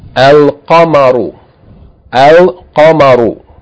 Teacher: Here the word begins with the letter qaf, and qaf is not a sun letter, so we read it normally, pronouncing the lam